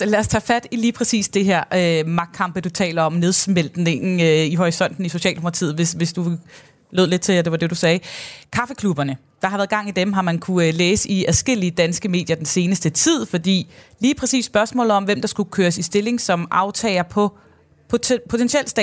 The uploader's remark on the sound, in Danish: Programmet er optaget lørdag på Folkemødet på Bornholm.